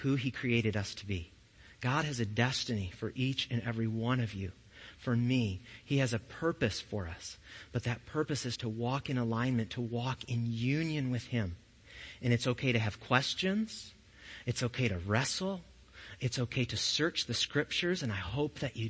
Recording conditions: large echoing room